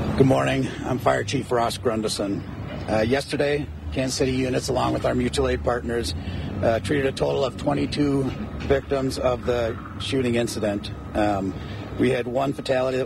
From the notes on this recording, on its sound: Then, we go live to hear from KCPD, KCFD and the mayor at their Thursday morning press conference